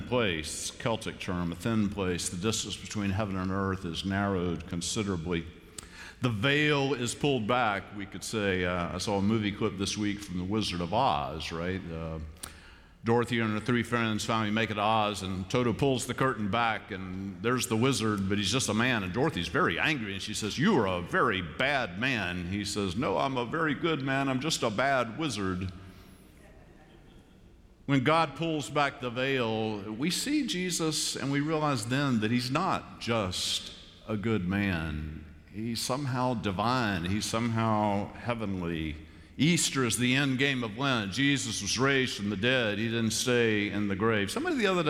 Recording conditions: large echoing room